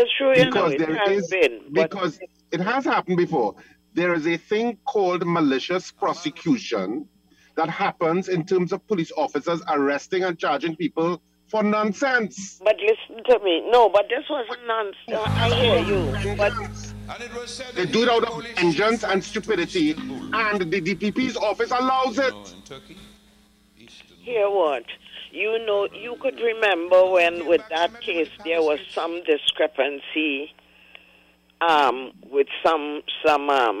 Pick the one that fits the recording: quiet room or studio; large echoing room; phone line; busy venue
phone line